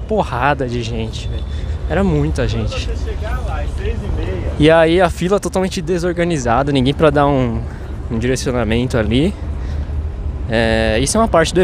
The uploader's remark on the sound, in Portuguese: Voltamos com mais um episódio do estilo LIVE gravando mini logs em outro evento de automobilismo, o Formula E São Paulo ePrix 2023. Venha conosco e tire suas próprias conclusões sobre o que vc acha do som de um carro da Fórmula E (eu mesmo me surpreendi como é ao vivo).